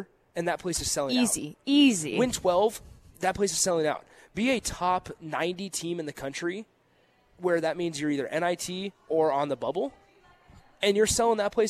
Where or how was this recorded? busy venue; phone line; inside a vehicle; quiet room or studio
busy venue